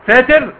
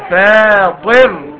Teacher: يعني الفاء مرققة والطاء مفخمة · Shown in: second take